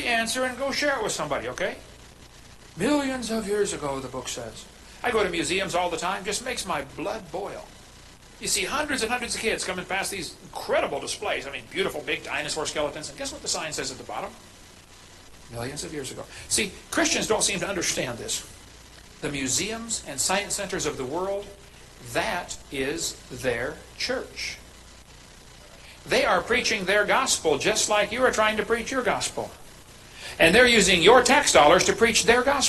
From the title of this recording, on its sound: Ketha Heights Baptist Church ~ Live Broadcast